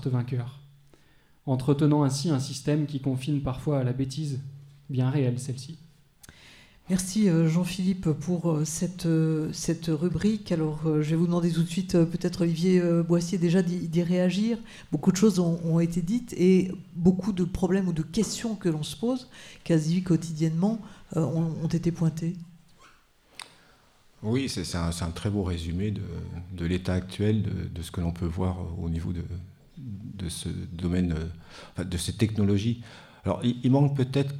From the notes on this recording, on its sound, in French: Un podcast enregistré en public. Dans le cadre de « Génial ! Une expo sur les intelligences » accueillie et animée par La Rotonde.